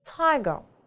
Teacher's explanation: Произносится она тоже немного с придыханием. Т, т, более интенсивная, чем в русском языке.